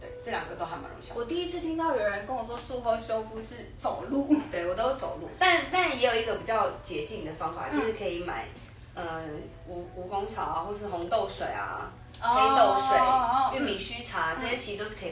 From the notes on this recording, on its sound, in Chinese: 本集為IG直播側錄收音，錄音品質會受到些微影響。